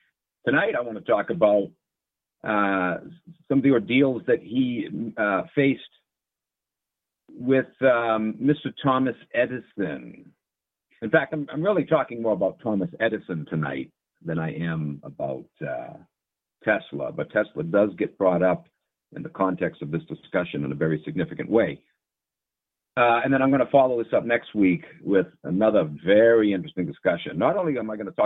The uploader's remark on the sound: opens up the call in lines